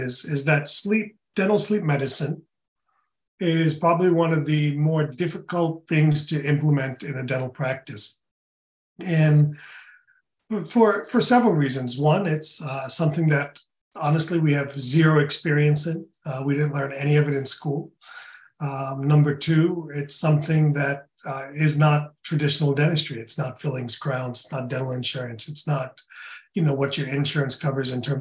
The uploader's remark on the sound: In this webinar recording